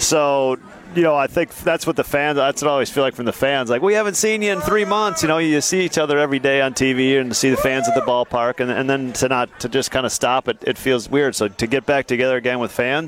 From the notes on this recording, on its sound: Live from Dugout 54 in Milwaukee.